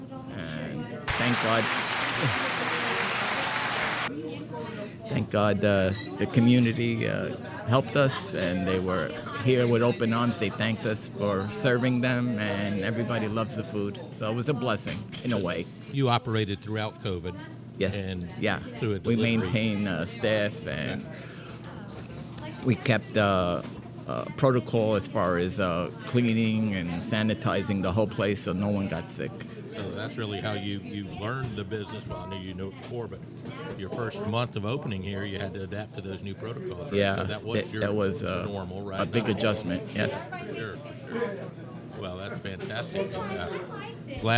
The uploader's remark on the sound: Recorded at the bustling Serafina's Pizzeria